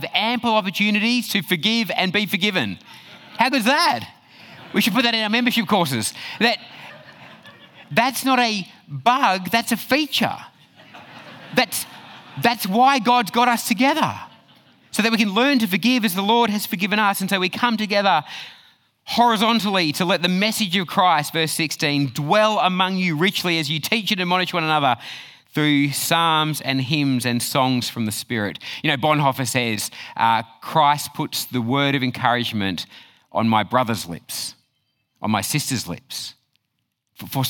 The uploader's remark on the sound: Talk 3 from Reach Australia National Conference 2023